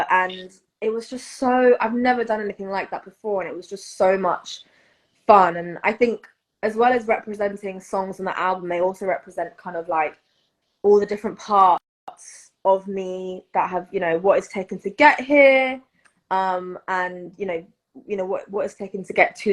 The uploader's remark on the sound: during an Instagram live on September 26